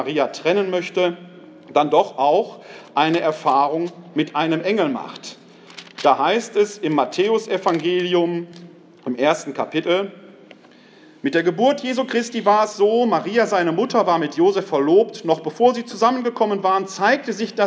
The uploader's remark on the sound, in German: Mitschnitt des Vortrags